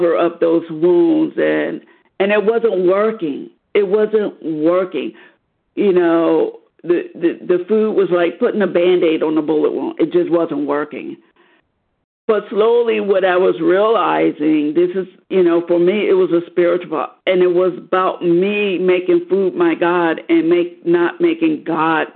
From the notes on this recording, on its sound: 100 Pounders Phone Meeting.